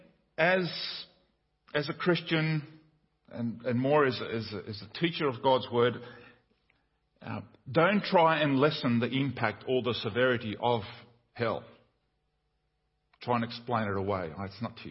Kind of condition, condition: setting, large echoing room